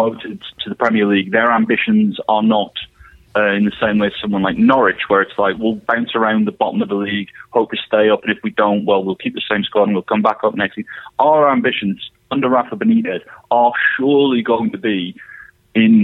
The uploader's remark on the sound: on the phone